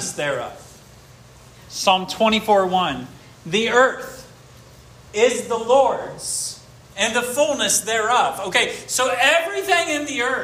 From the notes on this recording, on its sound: This sermon was preached at Hope Fellowship